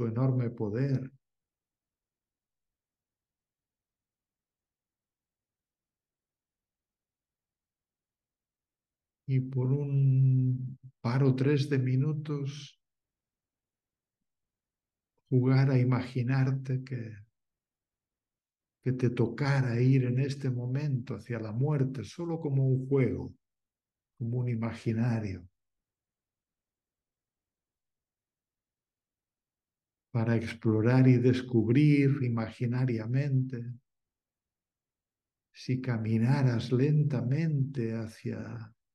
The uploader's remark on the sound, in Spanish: Esta meditación es una grabación de un encuentro online en vivo. Material editado.